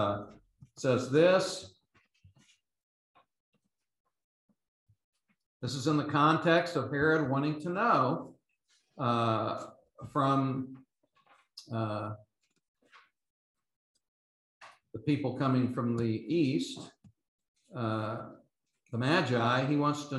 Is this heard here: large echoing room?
yes